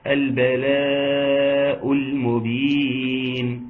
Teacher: مد متصل واجب بمد مقدار اربع حركات وخمس حركات